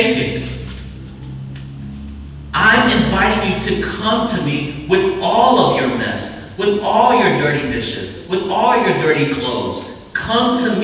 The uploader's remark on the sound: We apologize for the bad audio. This was a secondary source to capture the message.